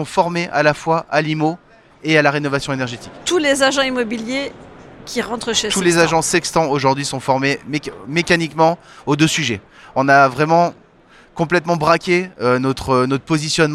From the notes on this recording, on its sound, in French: Cet épisode a été enregistré en live de salon RENT.